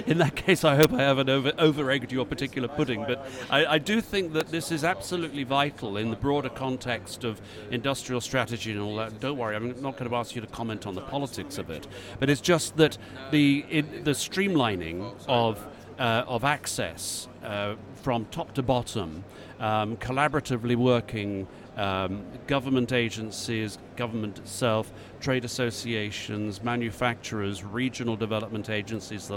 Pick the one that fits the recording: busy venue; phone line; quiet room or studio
busy venue